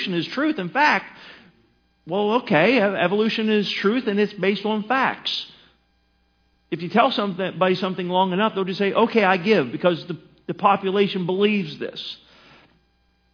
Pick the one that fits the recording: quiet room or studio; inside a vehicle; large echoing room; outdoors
large echoing room